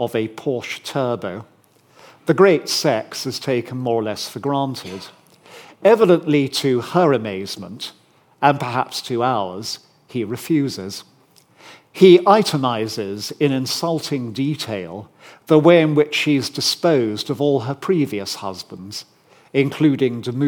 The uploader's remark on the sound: At Barnard's Inn Hall, London.